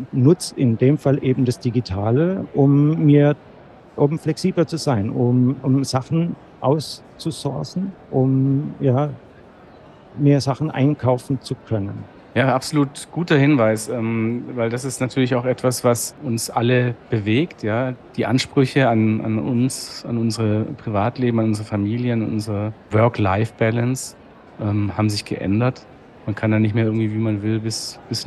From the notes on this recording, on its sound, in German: Live auf der IDS 2023 in Köln